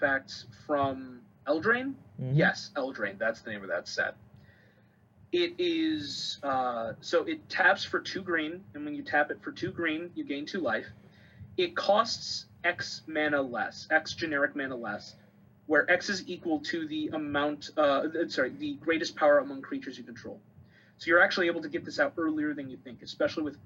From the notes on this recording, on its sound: Also, this was recorded a slightly different way, so the audio quality may be a bit different.